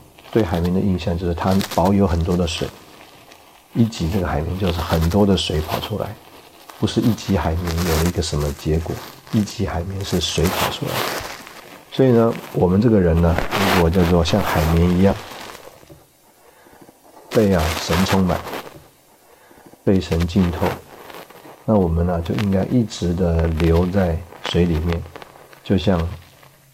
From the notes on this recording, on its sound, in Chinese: 本集節目錄製時有雜音，造成收聽不便，敬請見諒